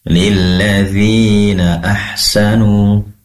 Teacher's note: Lilladzina, di situ ada dzal yang dibaca matthabi'i, tentunya dua harokat. Maka perlu dipanjangkan dua harokat.